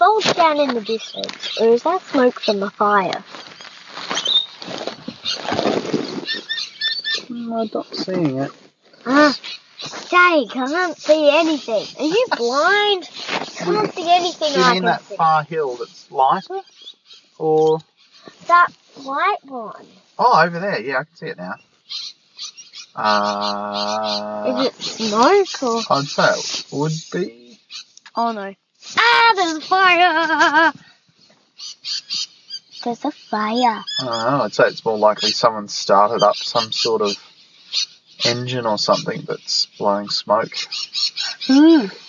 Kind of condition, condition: setting, inside a vehicle